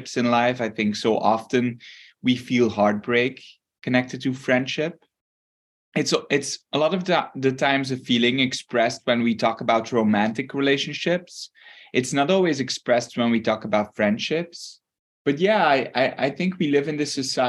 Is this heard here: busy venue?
no